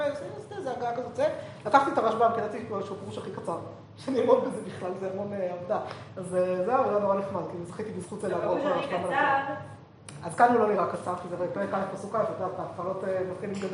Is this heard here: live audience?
yes